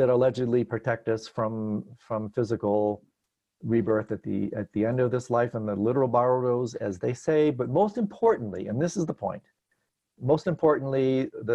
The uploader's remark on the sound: Virtual Weekly Hangout